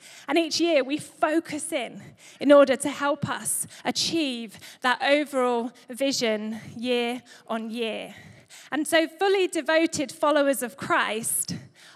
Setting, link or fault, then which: setting, live audience